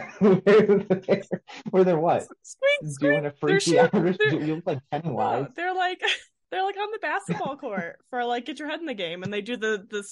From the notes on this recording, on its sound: Pre-Interview Rambles. Show up to the Zoom WAY too early.